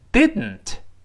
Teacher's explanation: n 这个舌尖顶住上牙膛，舌尖没有爆破出来。这个爆破你发现发生在鼻子里边 · Term: 鼻腔爆破